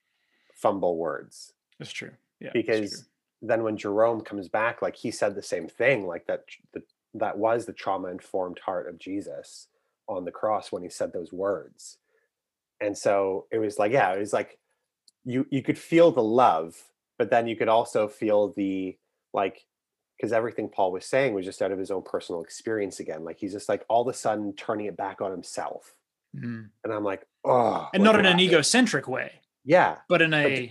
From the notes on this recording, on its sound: I sat down (virtually)